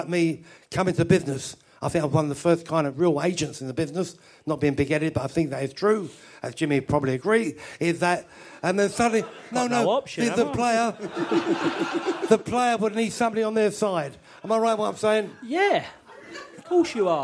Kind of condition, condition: setting, live audience